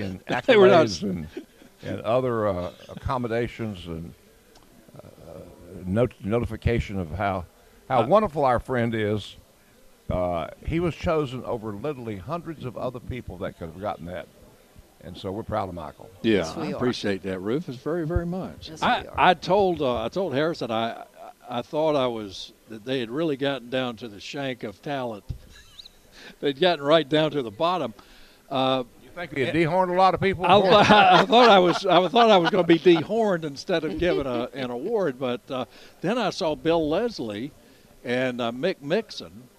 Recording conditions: busy venue